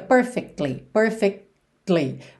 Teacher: esse C do perfectly, você não ouve, tá? Não é perfectly, fica perfectly, perfectly.